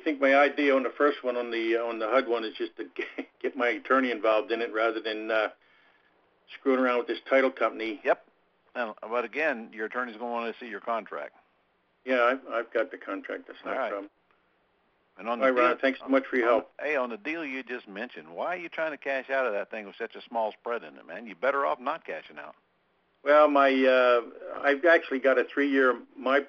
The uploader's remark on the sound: 2014-01-13 Q&A Call